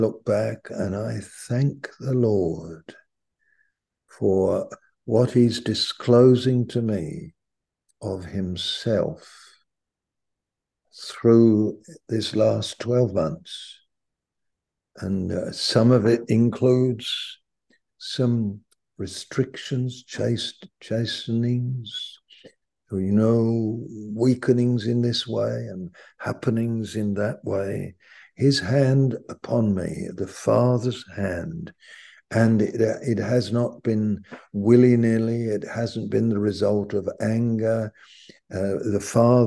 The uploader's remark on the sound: Malaysia Meets (Zoom)